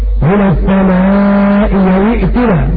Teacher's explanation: الأولى مكسورة والثانية مفتوحة. تبدل ياء الخالصة.